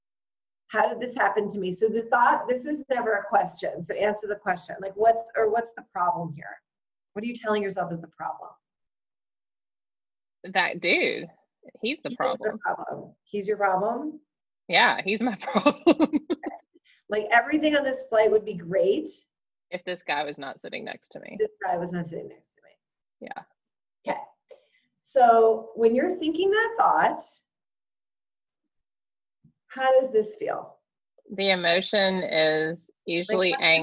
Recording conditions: video call